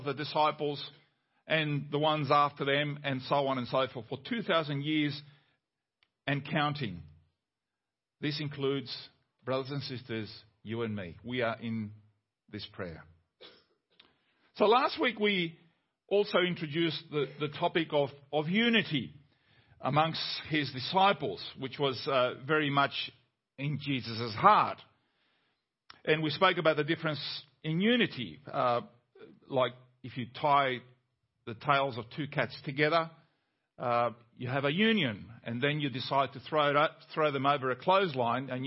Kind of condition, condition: setting, large echoing room